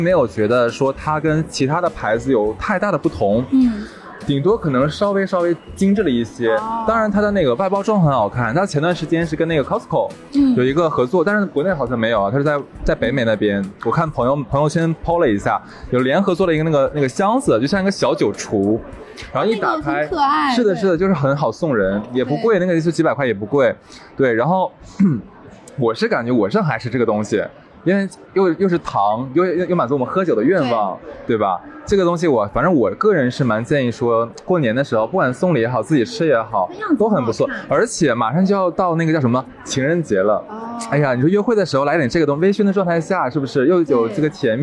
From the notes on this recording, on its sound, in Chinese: 这一期是跟粉丝1月2号在线下一起录制的，背景有些嘈杂。第一次跟粉丝面对面互动。大家围坐在一起聊着好吃好喝。